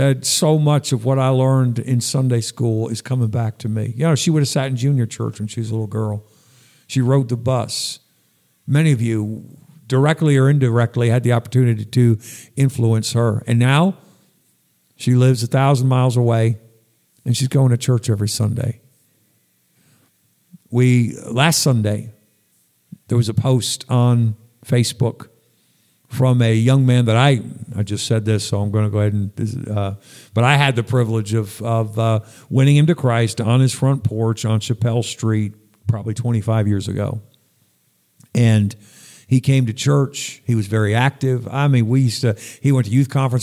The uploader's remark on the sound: Sunday night message at Northeast Baptist Church, Danbury, CT